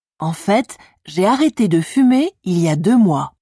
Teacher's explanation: you also pronounce the T in en fait